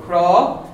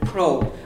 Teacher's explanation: So craw is an open O, craw, and the other one's a closed O, crow.